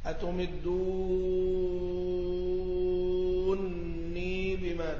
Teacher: بإدغام النون في النون مع مد الواو قبلها